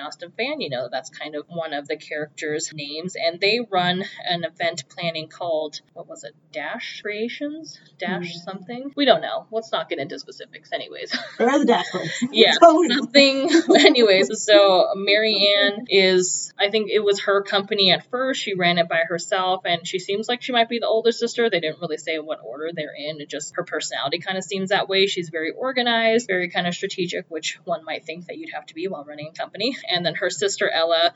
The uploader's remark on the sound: Sorry about the audio on this episode!